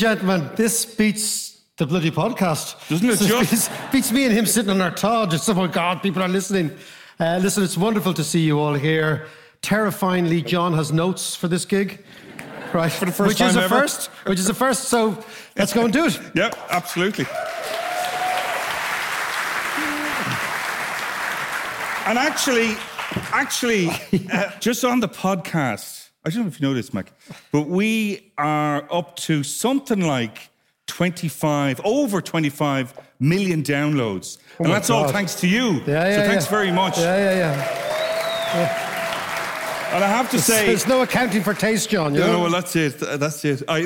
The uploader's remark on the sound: A live podcast straight from Kilkenomics